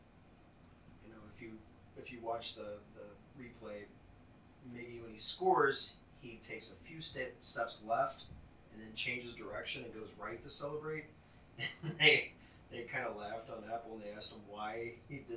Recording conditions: uneven or low level